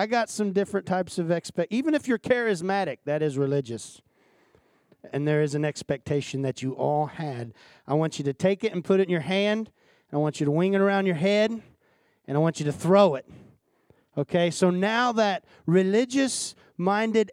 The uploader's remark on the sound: This is the full recording of the service.